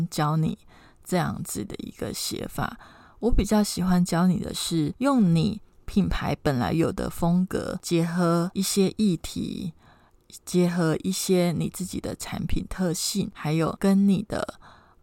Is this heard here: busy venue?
no